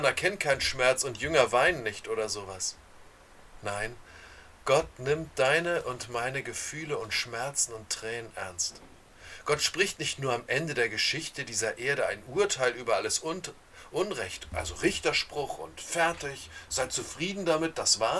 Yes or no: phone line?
no